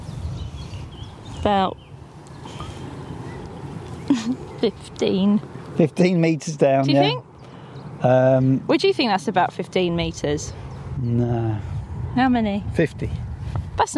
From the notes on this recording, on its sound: a hot summer's ramble near Piddington with sheeps